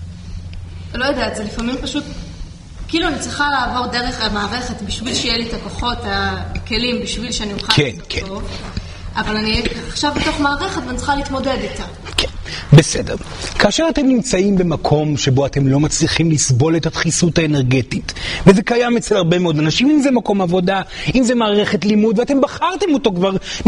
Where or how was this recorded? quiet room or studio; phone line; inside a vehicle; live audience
live audience